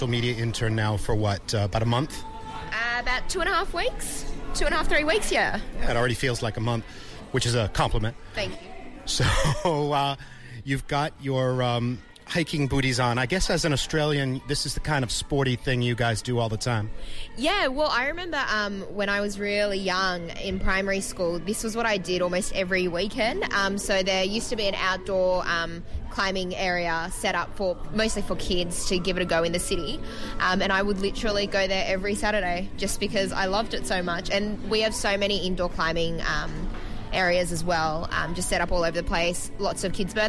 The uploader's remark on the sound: (Recorded at THE JA's). People training at the gym.